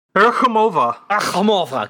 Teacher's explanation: the KH is really more of a guttural H.